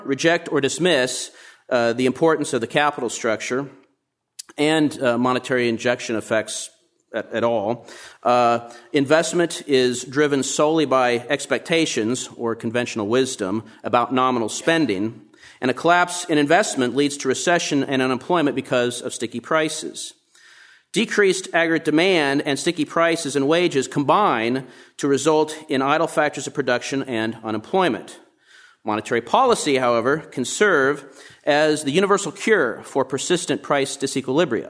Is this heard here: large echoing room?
yes